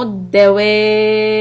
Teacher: So we are going to stretch the مد متصل four حركات and Hamza Kasra is soft and the Ra Sukun will be soft because there is a Kasra before.